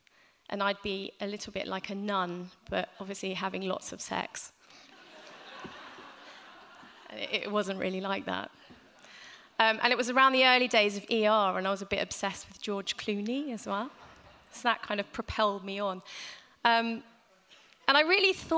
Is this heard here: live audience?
yes